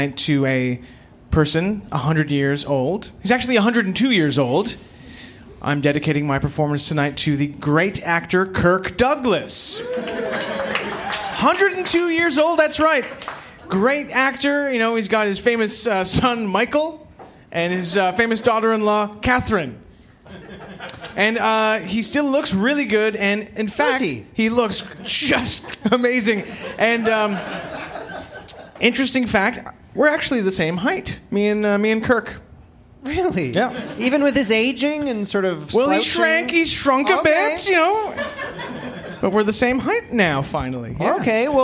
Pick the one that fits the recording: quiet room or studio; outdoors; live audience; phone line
live audience